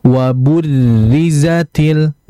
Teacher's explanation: Maka ketika ada ro tasydid dan dia harokatnya kasroh, maka tetap dia dibaca dengan tipis. Hanya saja kita berikan sedikit hentakan getaran.